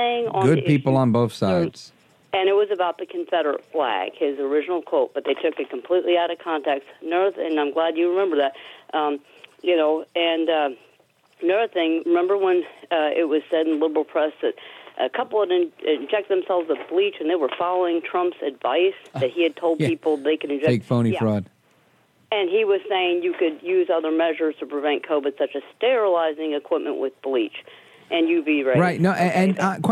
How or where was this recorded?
phone line